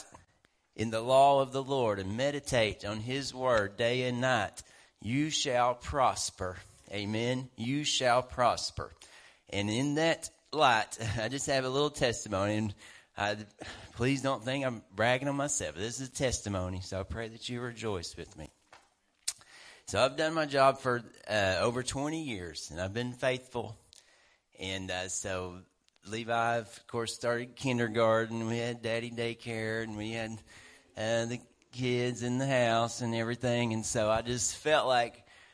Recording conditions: large echoing room